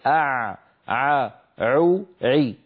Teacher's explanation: العين الفصيحة أعمق من العين التي تعودنا في عامياتنا المعاصرة أن نلفظها